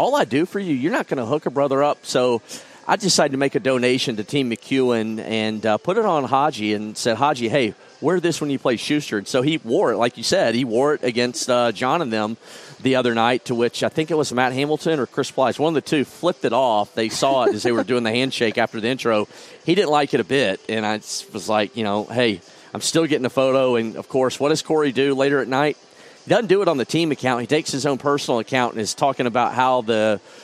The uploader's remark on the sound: live from the Grand Slam of Curling's Tour Challenge in New Glasgow, Nova Scotia